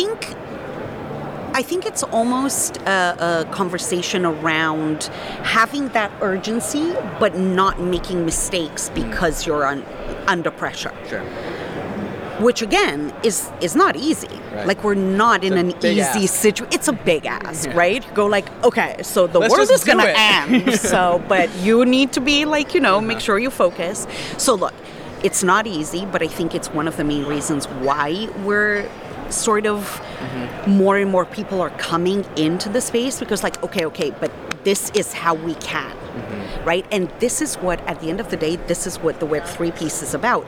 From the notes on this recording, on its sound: This episode takes place in the geographical heart of Layer Zero: the middle of DevConnect, the 2022 Amsterdam conference. With the backdrop of a lively conference center.